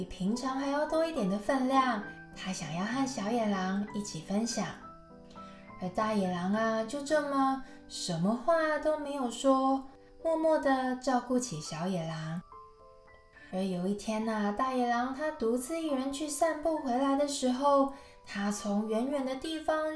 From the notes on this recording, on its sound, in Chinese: 在山上錄音就會把蟬的聲音錄進去。請大貓咪們小貓咪們多包容剪不好的聲音。錄音設備：Zoom l8。